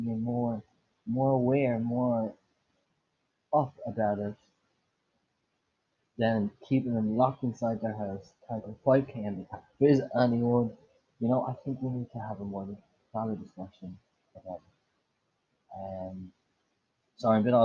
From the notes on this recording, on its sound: Sorry about the audio.